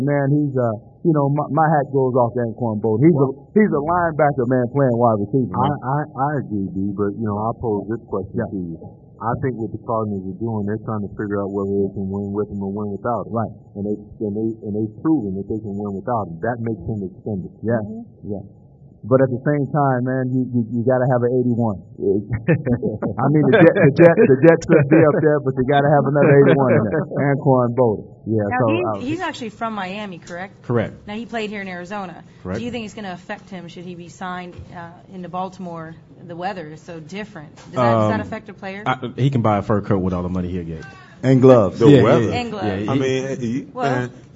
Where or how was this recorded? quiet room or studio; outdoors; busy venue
busy venue